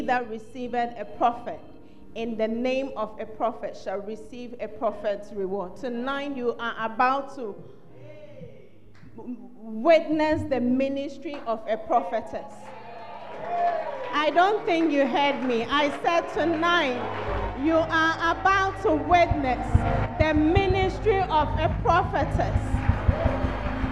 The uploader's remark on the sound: on Day Three of The Proton Convention at The Fountain of Life Cathedral